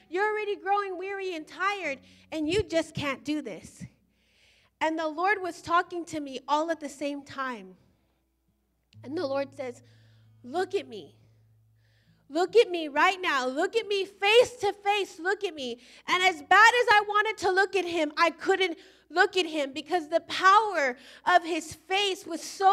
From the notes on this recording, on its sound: Recorded live at Emerging Streams Apostolic Center in Stryker, Ohio.